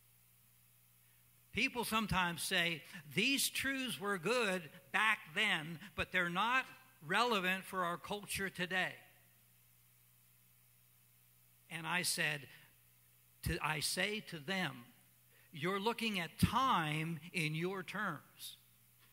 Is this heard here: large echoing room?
yes